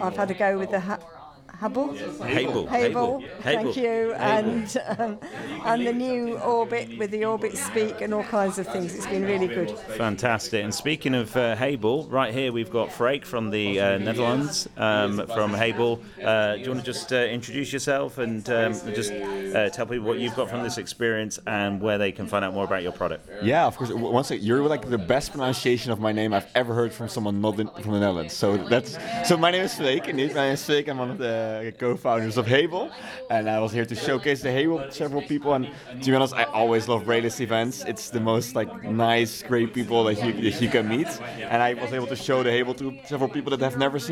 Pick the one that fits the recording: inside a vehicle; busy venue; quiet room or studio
busy venue